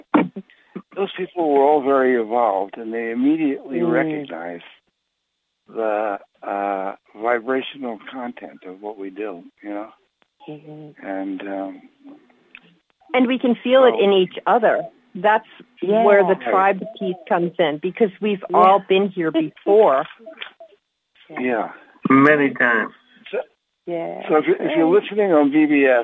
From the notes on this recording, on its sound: Conference Call LIVE